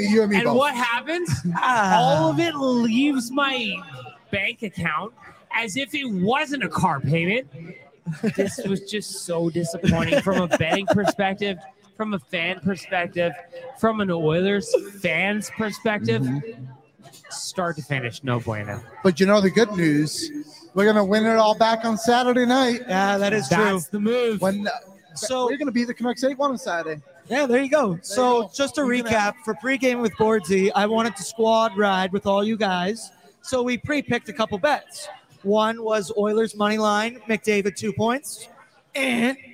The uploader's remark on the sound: LIVE FROM GRETA!